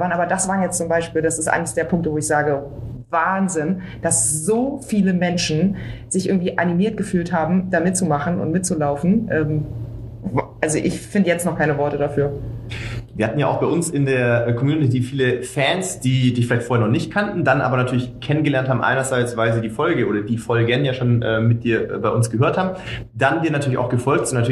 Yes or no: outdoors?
no